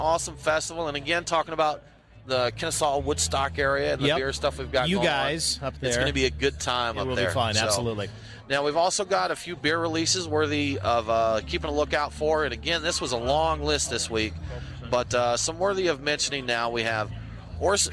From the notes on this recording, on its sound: Live from TinyPalooza Craft Beer Fest. Go LIVE in Snellville, Georgia for TinyPalooza at Lincoln Fill Station.